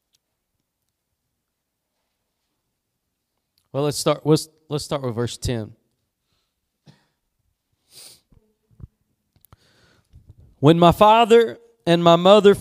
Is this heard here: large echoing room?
yes